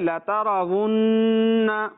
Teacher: نون کے اوپر تشدید آ رہی ہے تو نون کو غننہ کر کے اسے پڑھا جائے گا